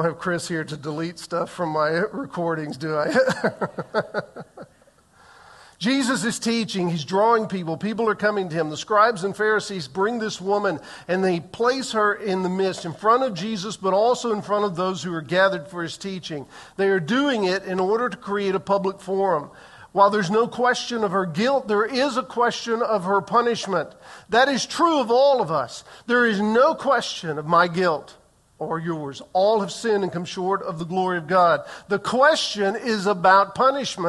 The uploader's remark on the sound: In the 8:15 am Worship Service.